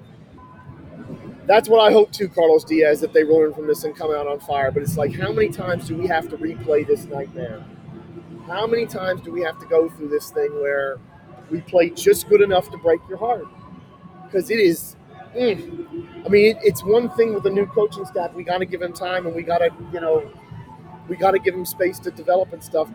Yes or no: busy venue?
yes